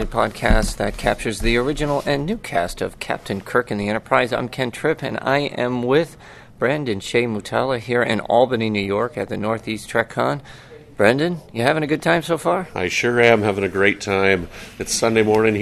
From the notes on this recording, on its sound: Northeast Trek Convention in Albany, New York. Recorded from inside the Albany Capital Center. Set up a station at a Star Trek convention and meet and greet Star Trek fans from all over.